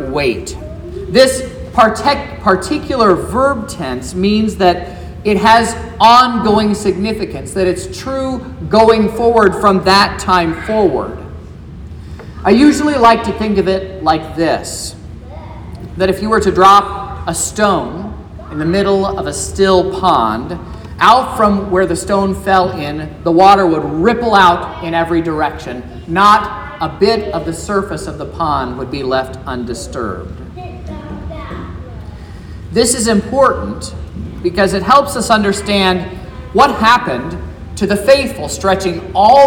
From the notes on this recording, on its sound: This is the sermon preached at Trinity Lutheran Church in Vallonia, Indiana, on Good Friday, April 7th, 2023.